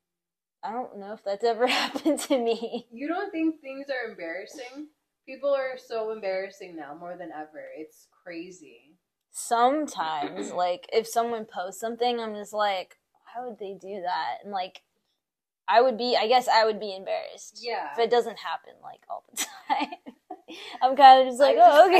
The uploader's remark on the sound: I know I sound far from the mic.